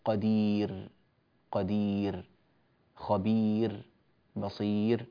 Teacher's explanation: أو بعد الياء مثل كلمة قدير، قدير، خبير، بصير، هذه الراء ترقق لأن قبلها ياء ساكنة